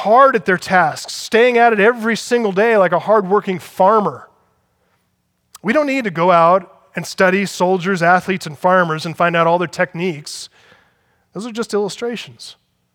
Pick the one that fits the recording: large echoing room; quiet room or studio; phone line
large echoing room